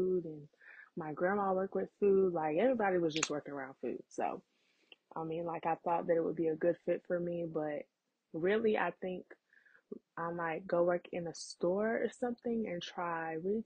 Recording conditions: poor sound quality